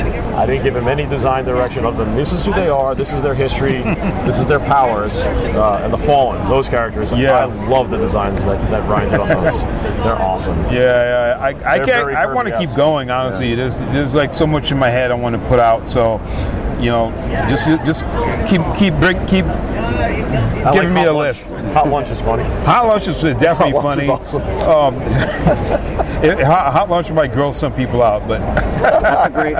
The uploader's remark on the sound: LIVE from SDCC '23